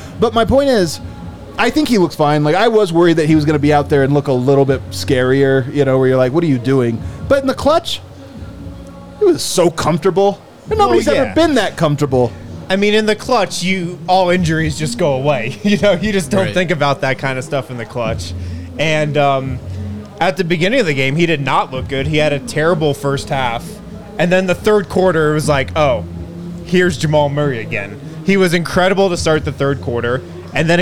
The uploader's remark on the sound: Come to you LIVE from the DNVR Bar.